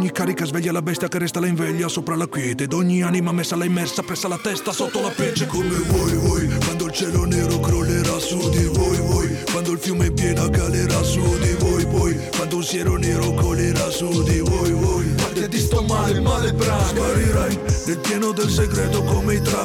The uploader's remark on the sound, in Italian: Al telefono